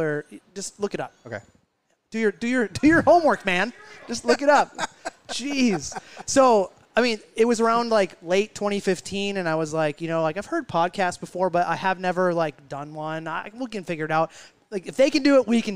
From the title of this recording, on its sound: Live from Utepils